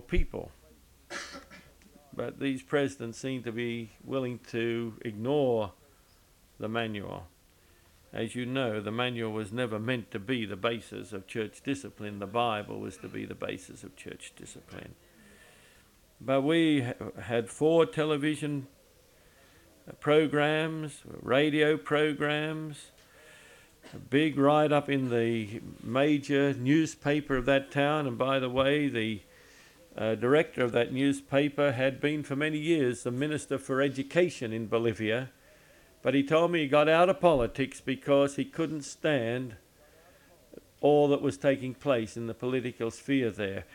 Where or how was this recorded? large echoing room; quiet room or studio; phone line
large echoing room